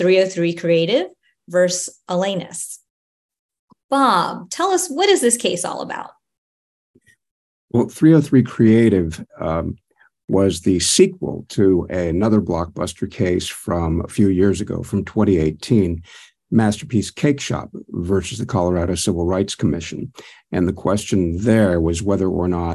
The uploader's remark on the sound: This episode was recorded before a virtual live audience